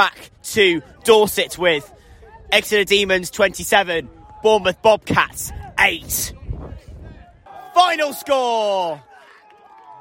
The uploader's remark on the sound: Live commentary from the Rubber Crumb